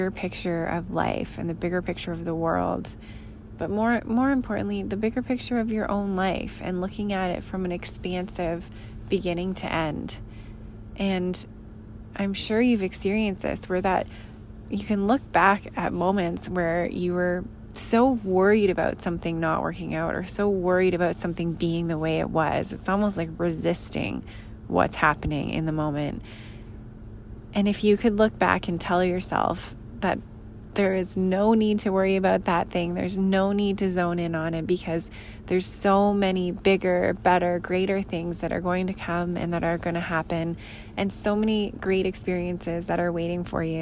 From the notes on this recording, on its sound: I recorded this after a long, busy day, as I was in my car in the parking lot of my sons gymnastics studio.